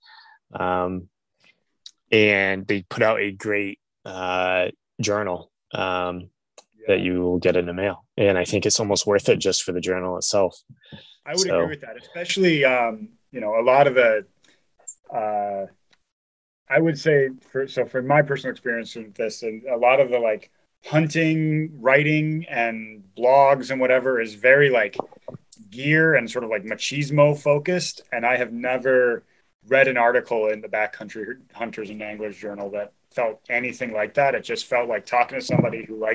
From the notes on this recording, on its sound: We recorded this over zoom, while both of us had relatively slow internet connections, so apologies for any issues with the audio.